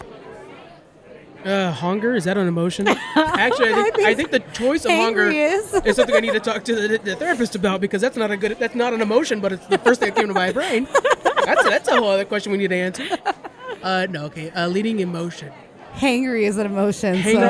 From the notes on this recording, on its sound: LIVE at Lodi Comic Con 2022. In this special live episode.